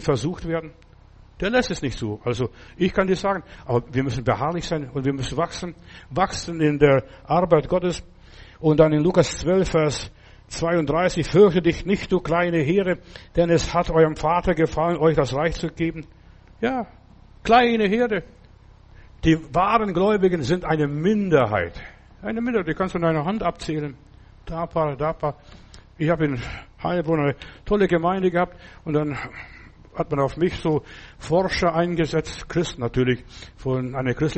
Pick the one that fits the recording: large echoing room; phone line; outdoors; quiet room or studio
large echoing room